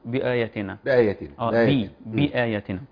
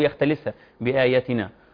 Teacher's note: احيانا بعض الذين يقرؤون او يتعلمون يختلس كسر حركة الباء، نعم. يقول بآيات بآياتنا بآياتنا بآياتنا، هي الكسر لابد من بيان الكسر أيضا المدود الطبيعية في لفظ بآياتنا بآياتنا لتبين أنها لفظ جامع وليس بمفرد.